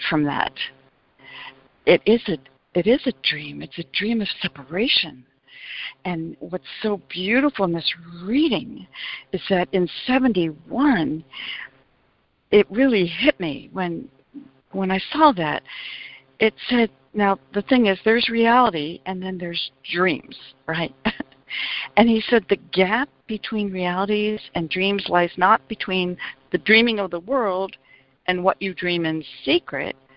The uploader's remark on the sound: ACIM Daily Conference Call